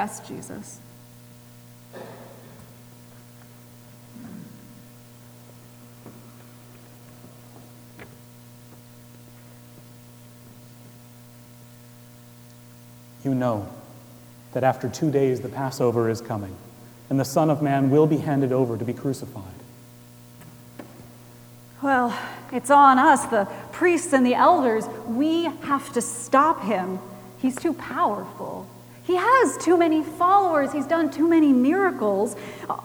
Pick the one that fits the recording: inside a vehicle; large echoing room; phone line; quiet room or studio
large echoing room